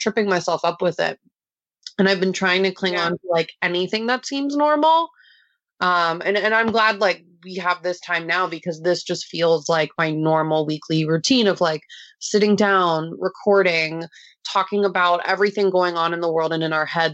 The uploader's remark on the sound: This recording is the first of many virtual recordings to come.